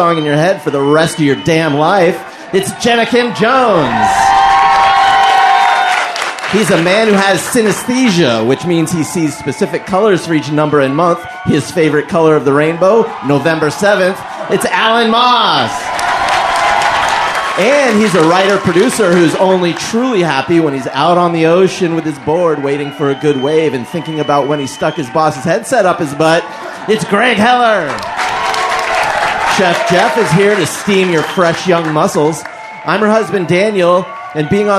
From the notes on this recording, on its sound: Live from Podfest. Live from LA Podfest.